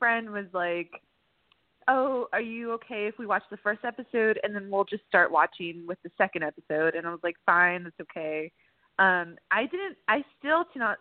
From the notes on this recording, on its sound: A LIVE call-in radio show